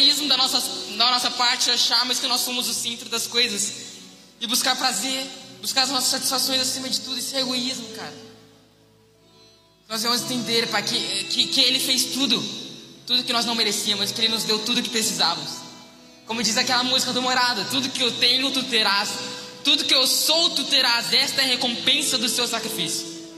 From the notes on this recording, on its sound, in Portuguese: Mensagem ministrada ao vivo em 18/12/2021.